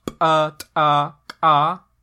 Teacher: And again, there are ejective stops